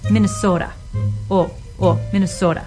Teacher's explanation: The diphthong O, the two elements O, in your Minnesota accent becomes shorter to a more of a pure sound.